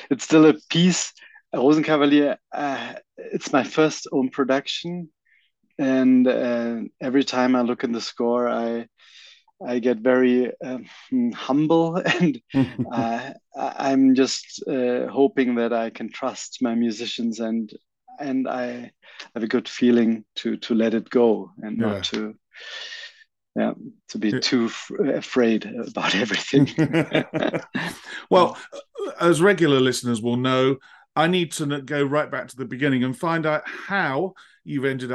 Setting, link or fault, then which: link, video call